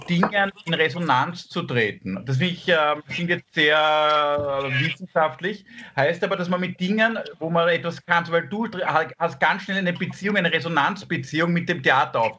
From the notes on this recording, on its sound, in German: Aufzeichnung einer Skype Session. Finden sie ihr Publikum, indem sie einander via Skype am Abend beim Reden zusehen.